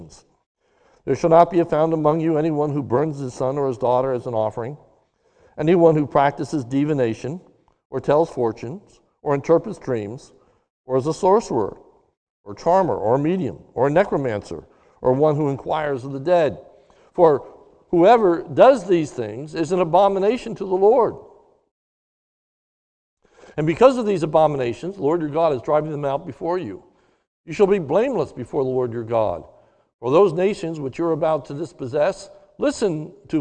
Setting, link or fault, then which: setting, large echoing room